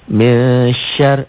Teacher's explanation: Nun mati ketemu shin. Dibaca samar ikhfa.